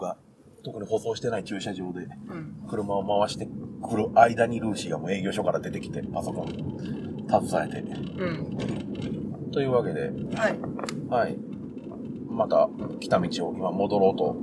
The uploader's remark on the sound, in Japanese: 走行中の車内からお届けします！